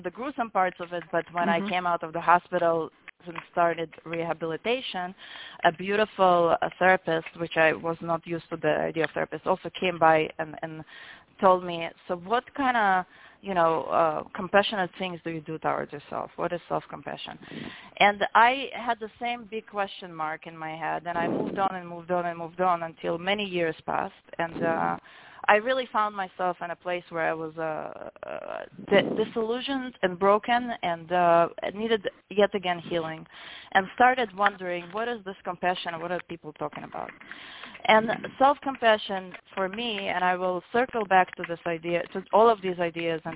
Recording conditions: phone line